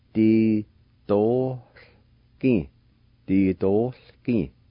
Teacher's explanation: when the vowel sound is silent, there's kind of a faint aspirated H sound right between the O and the L